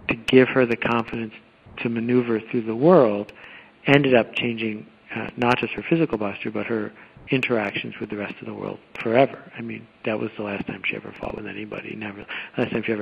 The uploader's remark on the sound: A phone call